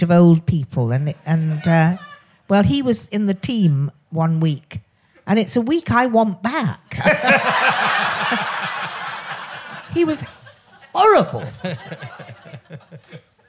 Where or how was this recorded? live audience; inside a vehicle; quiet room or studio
live audience